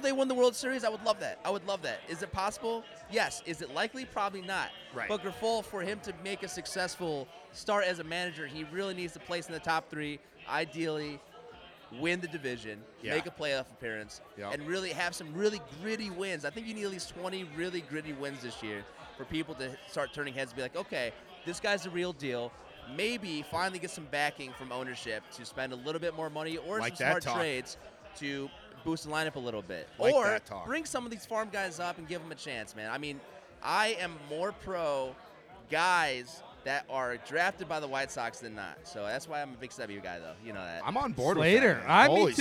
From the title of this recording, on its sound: LIVE On White Sox Opening Day Party at Culinary Misfits